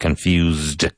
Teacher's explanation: And the S is a Z sound.